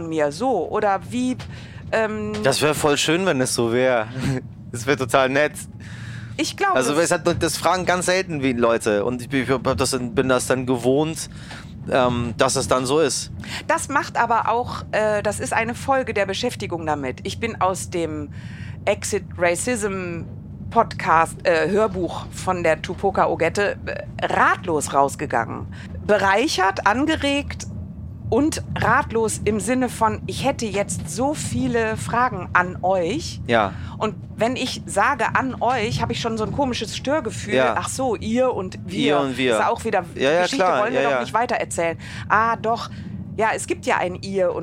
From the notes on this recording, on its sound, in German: Ideale Voraussetzungen also für eine gemeinsame Podcast-Aufnahme im ICE zwischen Köln und Dortmund.